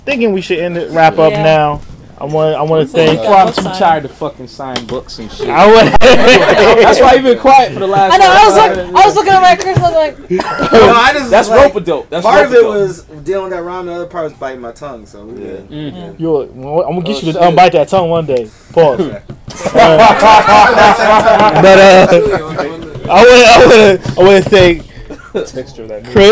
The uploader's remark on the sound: At Fantom Comics in Washington DC. Much thanks to Fantom Comics for hosting this panel.